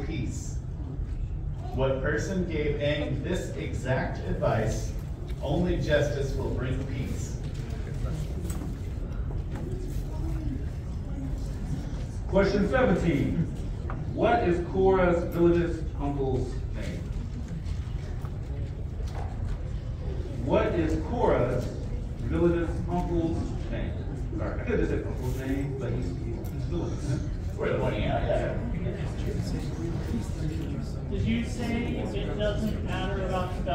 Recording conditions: poor sound quality